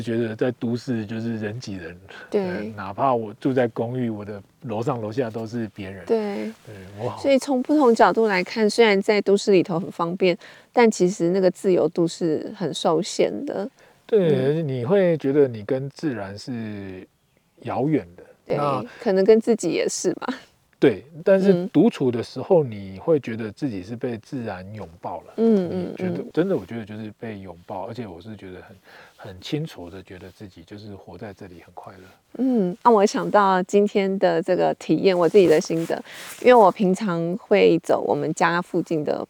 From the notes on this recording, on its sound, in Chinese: 本集非常特別，我們來到山林中錄音。在戶外席地而坐。